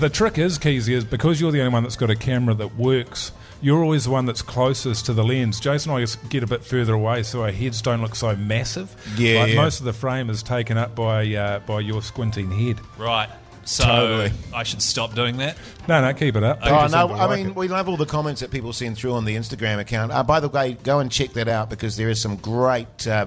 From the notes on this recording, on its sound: The Big Show LIVE. LIVE at Shining Peak Brewing.